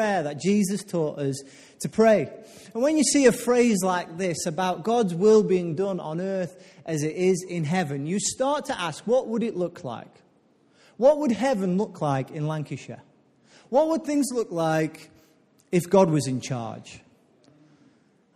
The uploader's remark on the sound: Recorded live at Life Church.